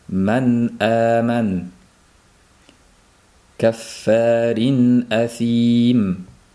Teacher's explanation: Man aman nunni izhor qilayotgan paytda nunni qalqala qilib qo'yishdan ehtiyot bo'lish lozim.